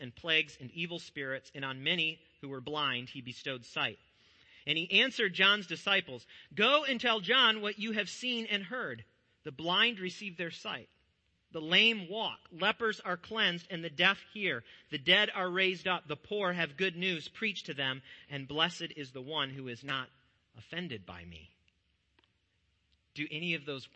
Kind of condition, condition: setting, large echoing room